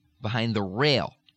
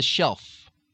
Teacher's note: The L sound sometimes will almost become O.